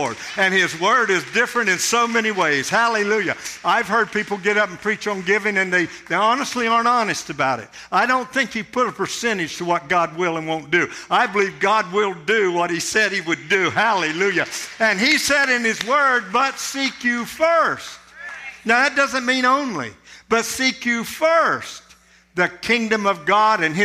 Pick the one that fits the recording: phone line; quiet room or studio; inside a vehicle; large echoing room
large echoing room